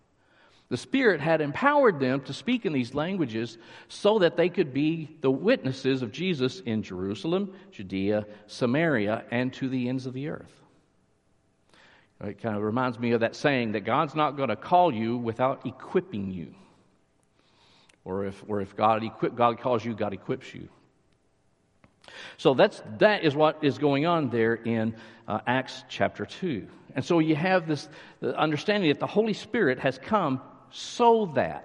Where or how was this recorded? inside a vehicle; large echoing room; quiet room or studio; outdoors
large echoing room